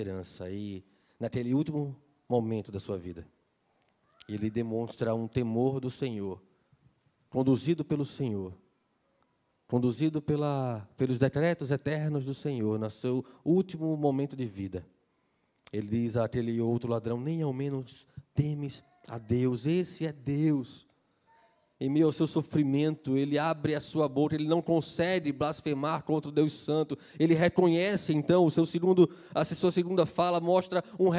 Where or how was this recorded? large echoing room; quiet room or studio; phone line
large echoing room